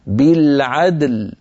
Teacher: بالعدل تكررت معك مرتين، فيها جمع بين الساكنين عندما نقف بالعدل، فعلينا أن نقلقل الدال وننتقل بلطف ورشاقة منها إلى اللام هكذا بالعدل، ولا نقول بالعدل دل، هذه الدال صار فيها شيء يشبه الكسر، ليس كسر لكن يشبه الكسر. · Term: بقلقلة الدال